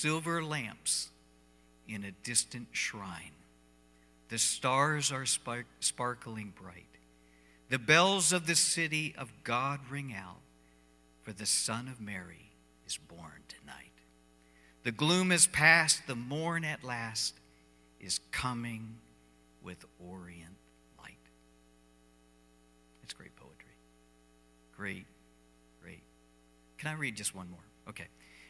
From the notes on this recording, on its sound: Cornerstone Fellowship Sunday morning service, streamed live on Dec 20, 2020.